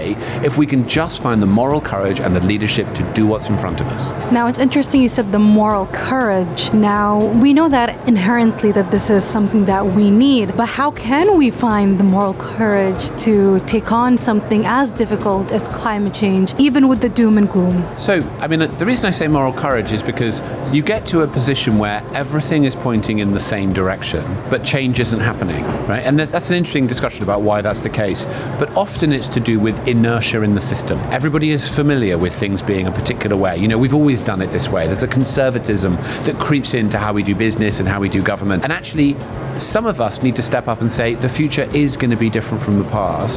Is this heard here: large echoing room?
no